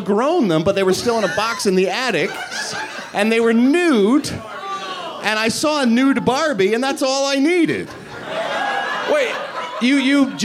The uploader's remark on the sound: LIVE At The Improv. SOLD OUT recording of #TheRalphReport - LIVE on Saturday night.